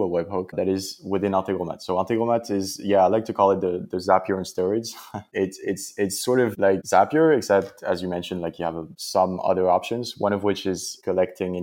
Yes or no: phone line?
no